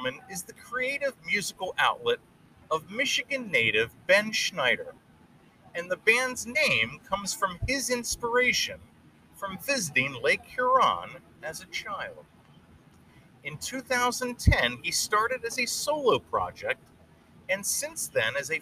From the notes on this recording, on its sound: Pre-Show. Live from Riverfront Park in Harrisburg, PA.